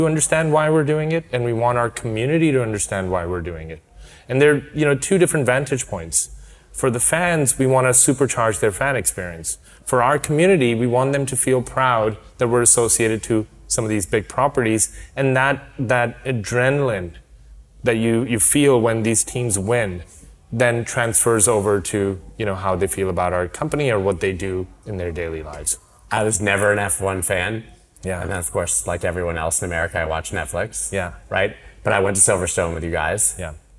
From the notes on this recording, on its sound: Live From Formula 1. Live from Formula1 Singapore.